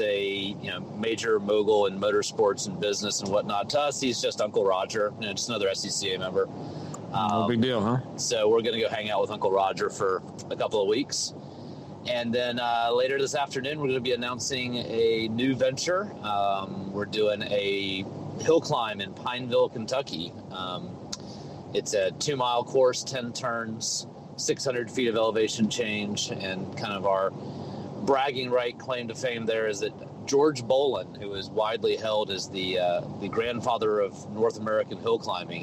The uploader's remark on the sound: Talks about hillclimbs while driving. We've got bad phone connections but we keep trying.